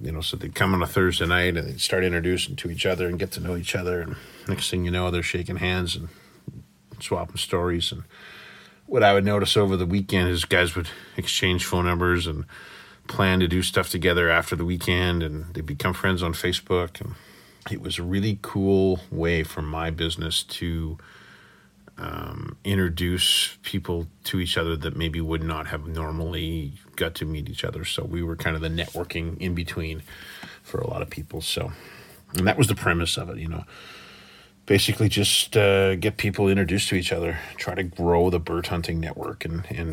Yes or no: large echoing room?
no